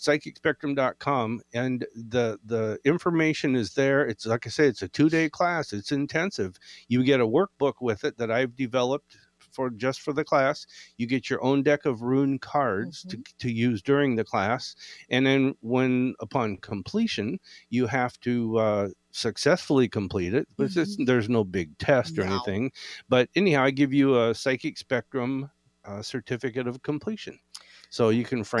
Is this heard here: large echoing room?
no